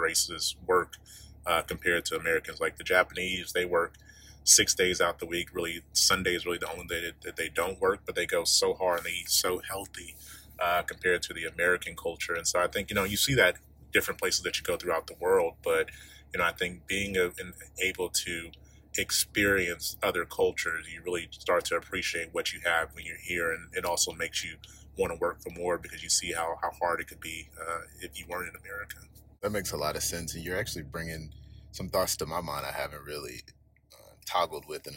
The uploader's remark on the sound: sat down outside of a local Orlando coffee shop